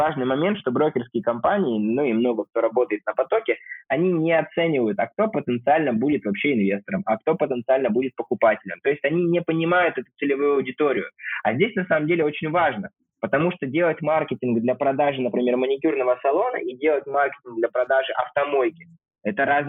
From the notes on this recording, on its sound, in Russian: Записанный в спартанских условиях (будто разговор по телефону)